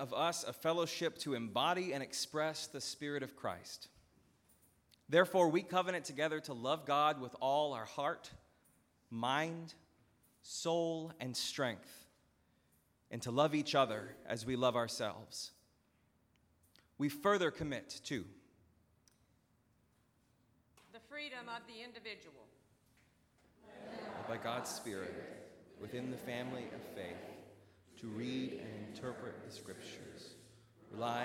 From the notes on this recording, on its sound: at Northminster Church on Covenant Sunday, September 15, 2019.